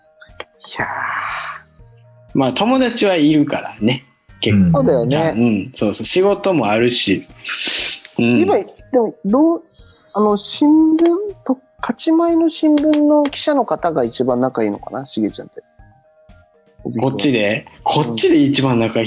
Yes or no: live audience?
no